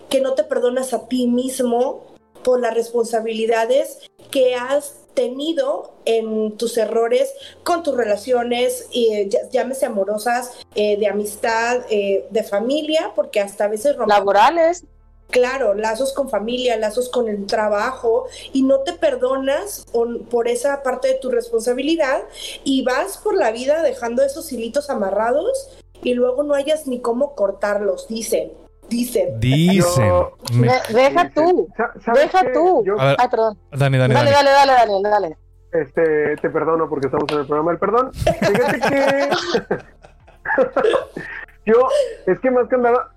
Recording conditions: video call